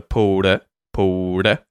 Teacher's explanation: It's kind of a semi-vowel, semi-consonant sound. The D afterwards turns into a T flap or D flap